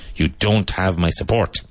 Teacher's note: make sure you pronounce the T in don't